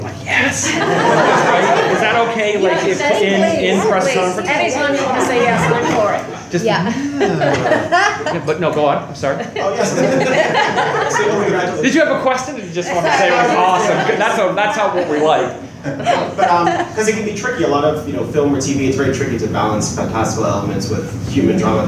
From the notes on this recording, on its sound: NOS4A2 SXSW 2019 Press Conference.